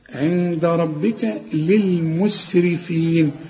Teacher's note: الراء هي المفخمة والباء خد بالك مكسورة